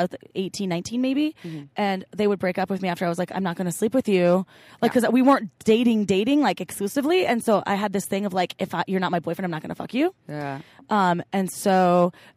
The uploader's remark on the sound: Recorded from the Oregon Eclipse Festival, we bring you a sneak peak into our workshop.